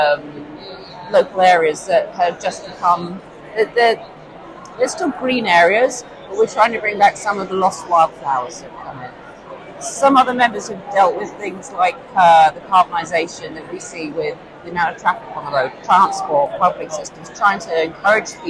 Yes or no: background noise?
yes